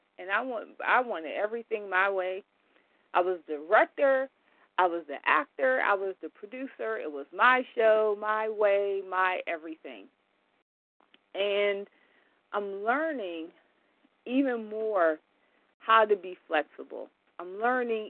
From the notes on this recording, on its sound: 100 Pounders Phone Meeting